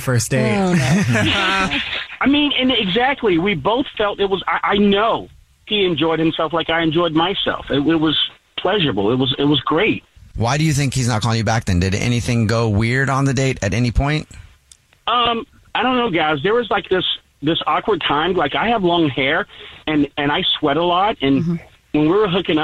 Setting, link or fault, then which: link, phone line